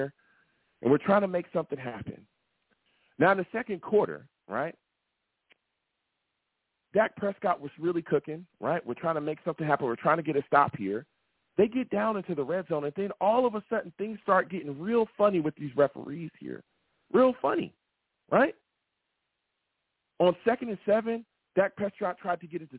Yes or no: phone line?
yes